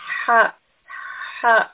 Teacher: Ha is from the throat. We are feeling warm air almost escaping from our throat. Ha, ha, almost like there is a slight strangulation from the throat. · Term: letter ha